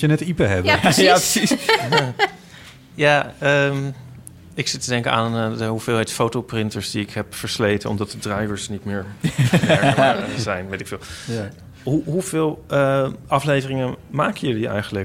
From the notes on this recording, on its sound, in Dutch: Vanaf het Nationale Podcastfestival.